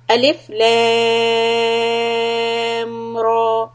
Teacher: In Ayah 1, we start with 3 حروف مقطعات، and there is a mad on the second one, which is lam, so we will hold it for 6 harakat.